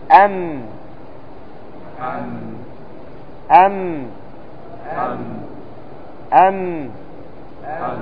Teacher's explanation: لاحظ أن صفات الميم ضعيفة، ضعيفة لأن الأكثر فيها الضعف، فهو مستفل أي عند الأداء مرقق، وهو مجهور غير مهموس أي أنه لا يخرج معه هواء، وهو متوسط ليس شديدا ولا رخوا، وهو منفتح غير مطبق، وهو مذلق غير مصمت.